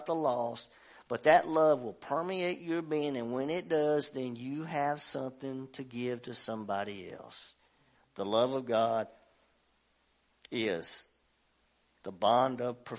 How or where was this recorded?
large echoing room